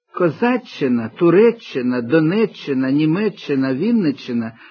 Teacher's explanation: це «цьк» при словотворенні переходить у подовжене «ч», яке позначається двома літерами.